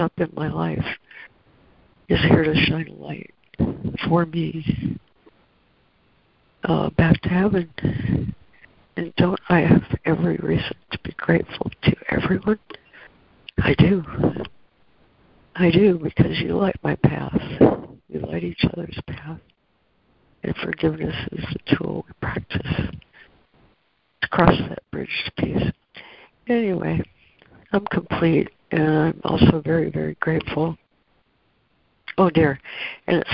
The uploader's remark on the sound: ACIM Daily Conference Call.